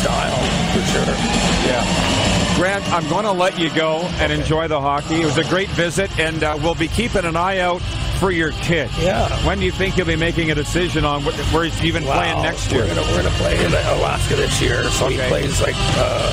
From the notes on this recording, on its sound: LIVE from the city of Estevan, Saskatchewan for the 2022 CJHL Centennial Cup Junior Hockey Championship